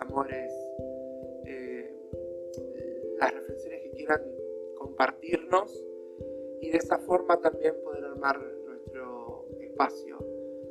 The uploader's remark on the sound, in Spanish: Desde la Ciudad que es cuna de la Bandera Argentina. Un audio poco agraciado.